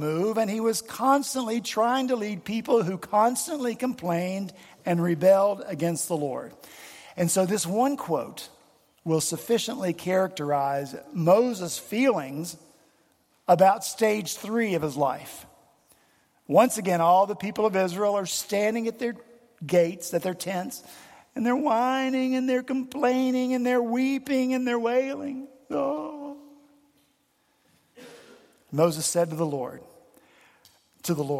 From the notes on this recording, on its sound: The pews were filled at Redeemer Presbyterian Church in Charleston, SC